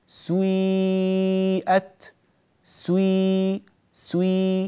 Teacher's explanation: هكذا ننطق هذه الكلمة فنقول سويئت سوي سوي، ماذا فعلنا؟ نطقنا بسين مكسورة إلا أننا ضممنا الشفتين في أول هذه السين · Term: الإشمام